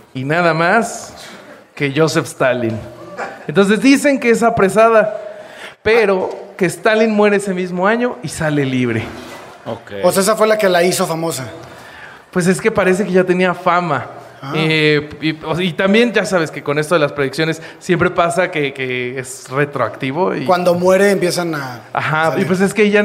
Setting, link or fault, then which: setting, live audience